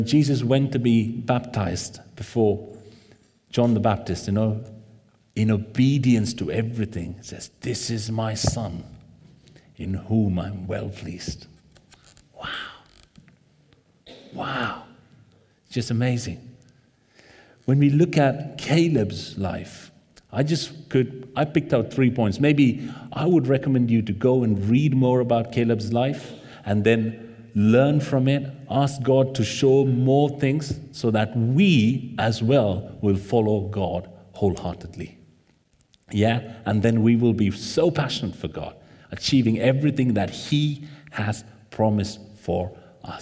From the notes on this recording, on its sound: This sermon was recorded on Sunday 14th May 2023 at our Great Denham venue.